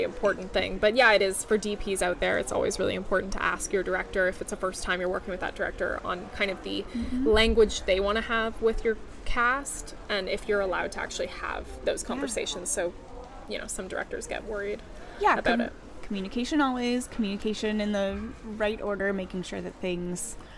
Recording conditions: busy venue